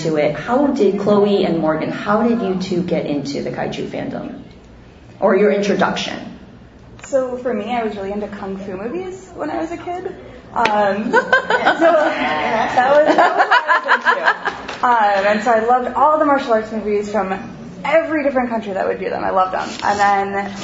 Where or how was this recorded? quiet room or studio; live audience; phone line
live audience